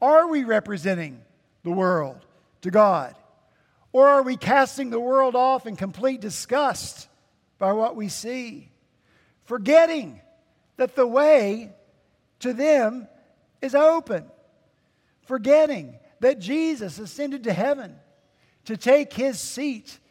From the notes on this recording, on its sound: At Redeemer Presbyterian Church in Charleston, SC, our senior pastor preached in his sermon series.